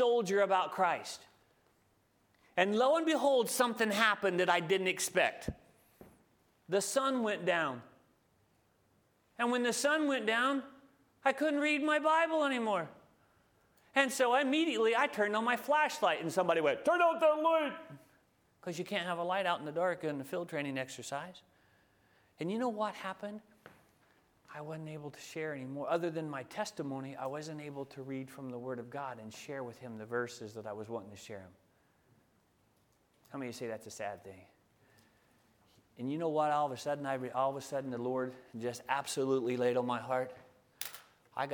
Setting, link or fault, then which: setting, large echoing room